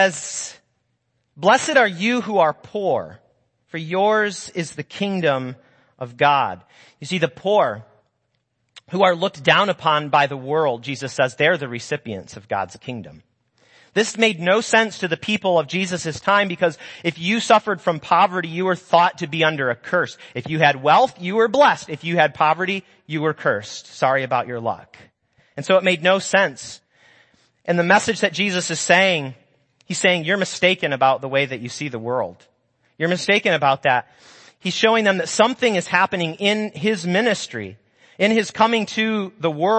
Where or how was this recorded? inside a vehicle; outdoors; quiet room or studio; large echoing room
large echoing room